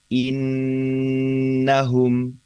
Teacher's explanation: Nun tasdid ini kita jaga betul untuk kita perlama ya bacaan nun tasdid ini. Kita tahan lama. Secara apa namanya kita dengungnya ya.